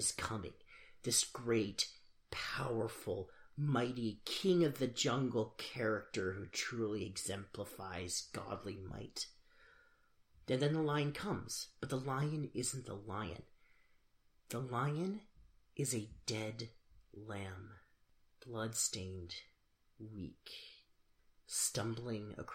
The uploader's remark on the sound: If this recording is too quiet, we are sorry!